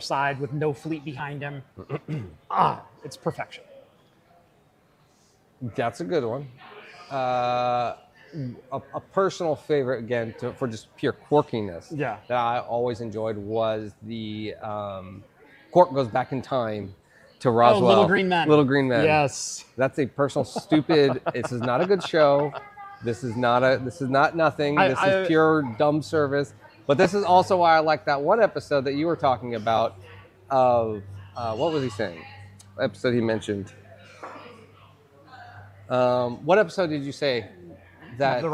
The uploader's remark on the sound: LIVE from LEVEL BREWING in Portland!